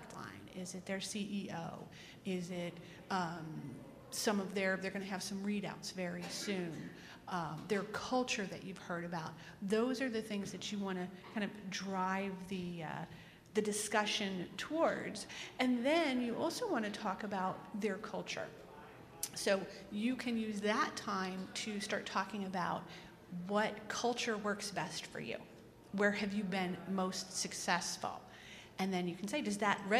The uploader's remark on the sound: In this session recorded at CMO Summit 2022